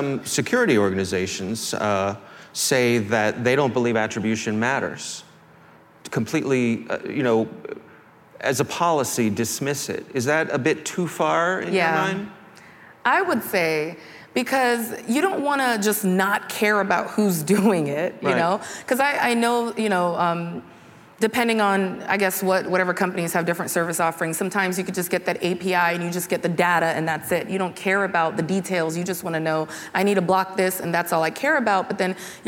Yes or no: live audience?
yes